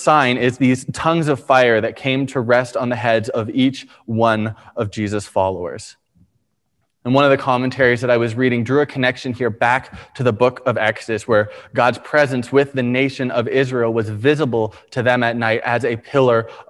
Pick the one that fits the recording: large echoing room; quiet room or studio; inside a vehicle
large echoing room